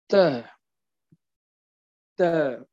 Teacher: إذا أردنا كما قلنا الباء أو الكاف أو التاء، مثلا التاء، تاء، تاء، انحباس الصوت، ثم ينطلق. متى ينطلق هذا الصوت؟ ينطلق بعد فتح المخرج · Term: الحروف الشديدة